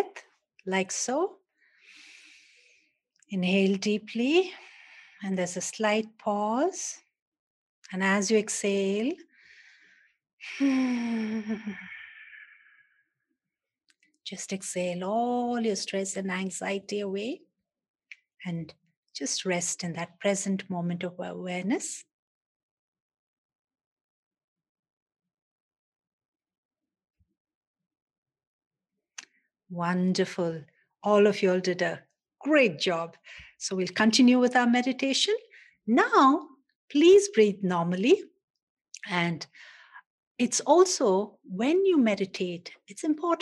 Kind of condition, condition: link, video call